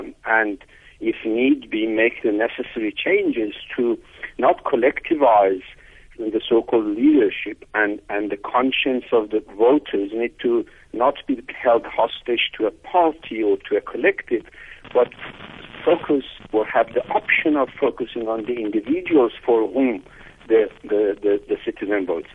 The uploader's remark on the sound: Guest on the phone